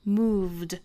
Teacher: move 加 ed 要读成 moved 尾部的应该读成浊辅音 d